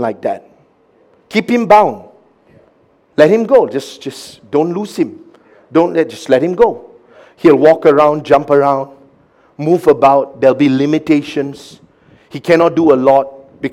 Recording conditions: large echoing room